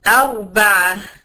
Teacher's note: راء ساكنة ما قبلها مفتوح هتبقى ايه مفخمة